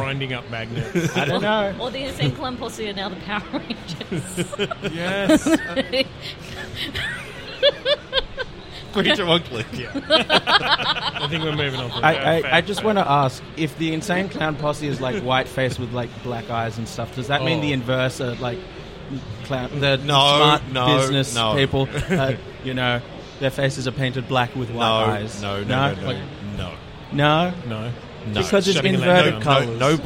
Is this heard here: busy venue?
yes